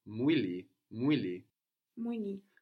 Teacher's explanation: Another example of the U of mu turning to a W before a vowel is in the word for body, which is mwili.